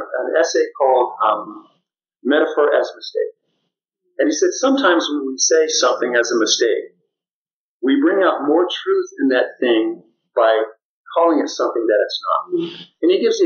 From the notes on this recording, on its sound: Sorry for the poor audio quality!